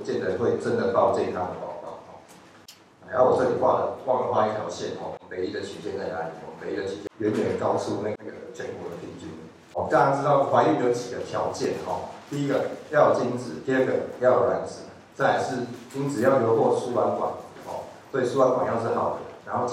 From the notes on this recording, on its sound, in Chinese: 當天只有用手機錄音，有些背景雜音請見諒。